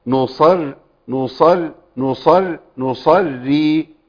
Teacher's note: يبقى الراء الاثنين يكونوا في حال ترقيق